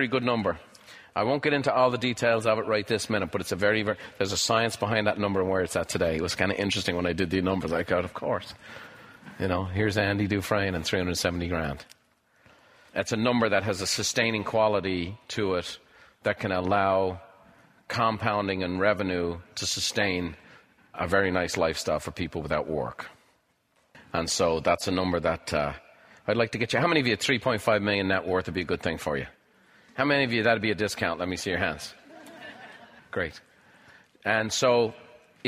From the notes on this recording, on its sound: Recorded live at Buffini & Company’s The Peak Experience. Walks the audience through a writing exercise.